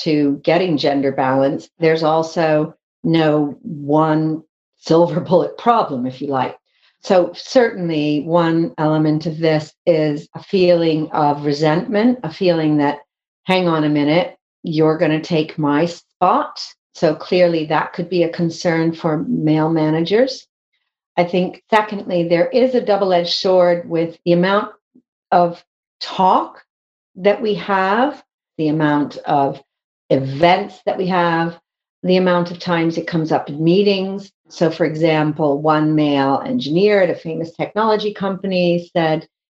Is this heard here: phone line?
no